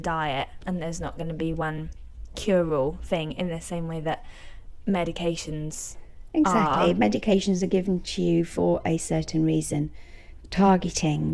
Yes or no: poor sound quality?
no